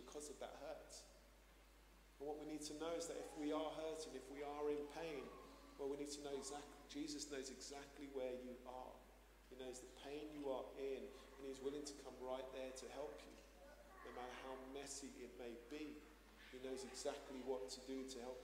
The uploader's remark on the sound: Streamed live at St Paul's Shadwell